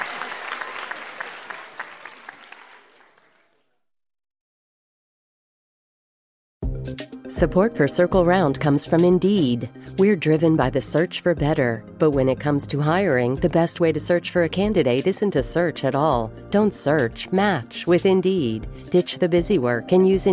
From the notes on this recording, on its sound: The Pot of Gold - live at Round House Theatre. Recorded live at Round House Theatre in Bethesda, MD.